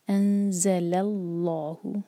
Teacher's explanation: انزل لام کو جب آگے جوڑیں گے تو لام کو ہیوی نہ ہونے دیں